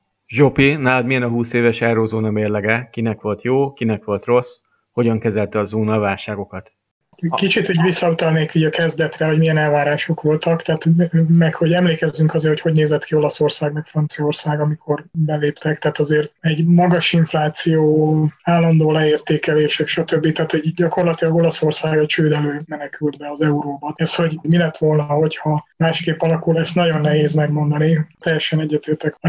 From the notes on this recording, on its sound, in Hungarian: Az adást zoomon rögzítettük, elnézést kérünk a hanghibákért.